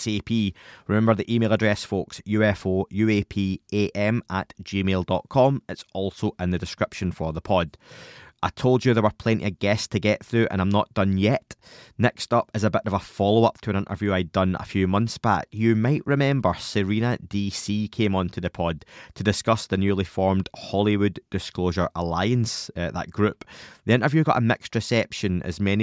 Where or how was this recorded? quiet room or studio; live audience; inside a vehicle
quiet room or studio